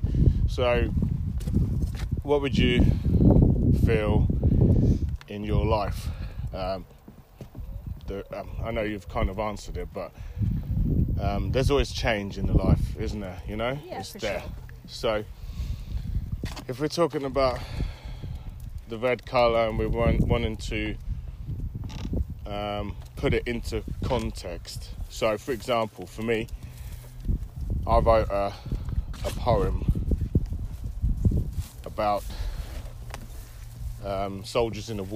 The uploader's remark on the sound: Walking around Gog Magog hill. Cambridge Uk.